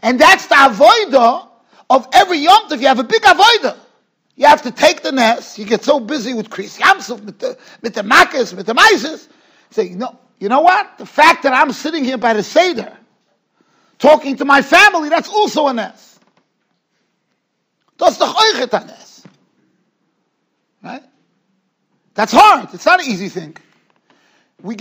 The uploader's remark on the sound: Shiur recorded in Yeshivas Ohr Reuven, Monsey, NY.